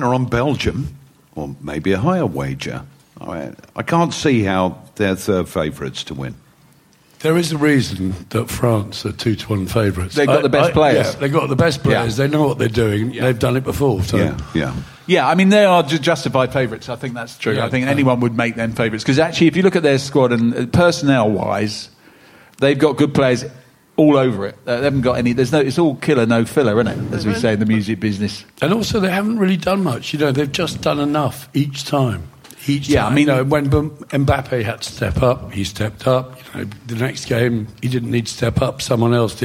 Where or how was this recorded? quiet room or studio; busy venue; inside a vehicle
busy venue